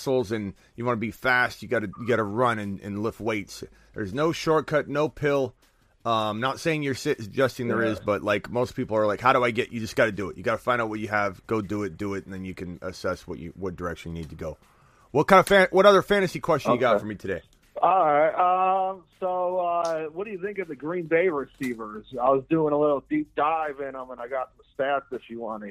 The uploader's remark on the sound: phone calls for roughly 2 hours